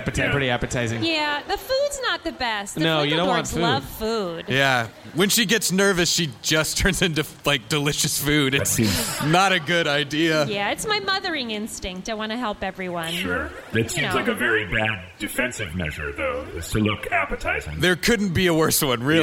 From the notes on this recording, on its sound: Recorded LIVE on 11/19/2017 at the Southern Screen Film Festival in Lafayette, Louisiana!